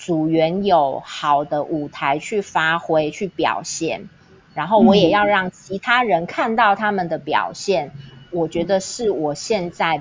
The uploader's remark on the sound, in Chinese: 因疫情關係，真馨話錄音皆採用遠端連線錄製，偶爾有重疊或小小lag